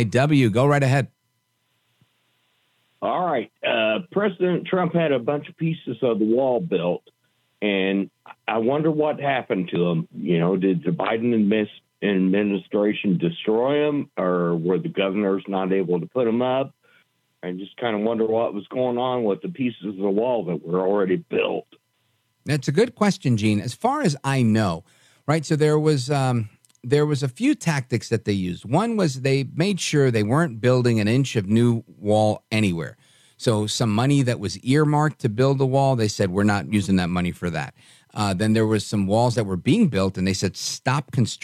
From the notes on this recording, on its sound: we take your calls in open phones across America